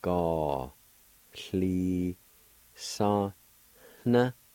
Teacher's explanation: at the very end of the word, there's a faint H sound with the N, or the N is nasalized